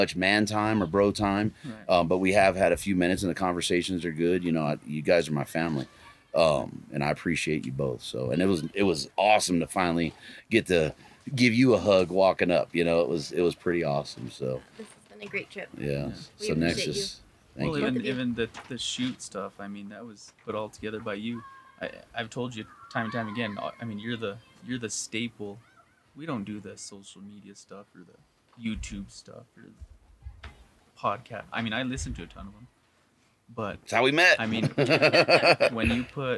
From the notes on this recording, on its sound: Live from Mountain Archery Fest at the Purgatory resort in Durango, Colorado. We sit down in the Western Contours booth.